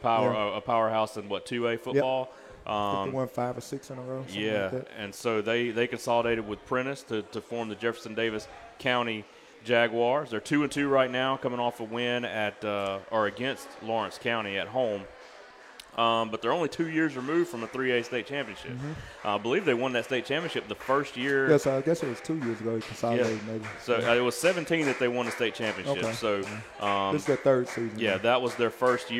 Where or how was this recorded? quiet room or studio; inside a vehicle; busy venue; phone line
busy venue